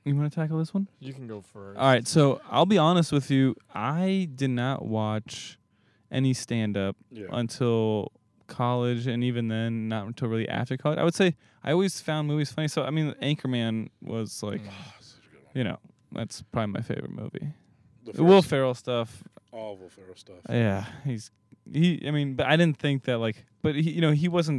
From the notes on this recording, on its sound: We are in the car. Recorded at Thank You Miami.